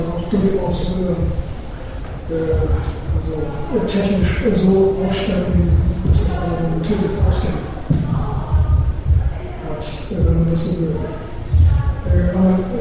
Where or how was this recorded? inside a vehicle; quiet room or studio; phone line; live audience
live audience